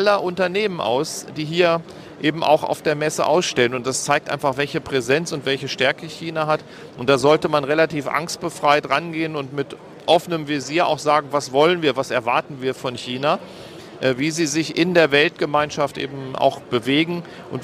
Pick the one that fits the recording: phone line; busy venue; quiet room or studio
busy venue